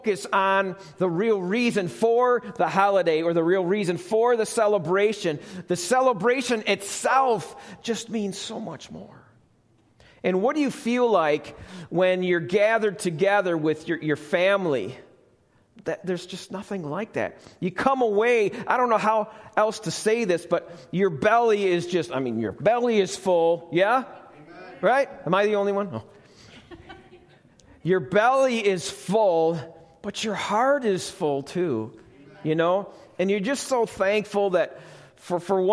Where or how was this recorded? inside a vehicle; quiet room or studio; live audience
live audience